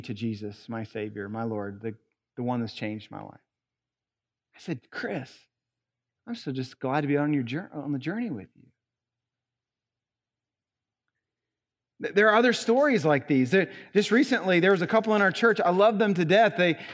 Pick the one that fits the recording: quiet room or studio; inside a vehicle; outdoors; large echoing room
large echoing room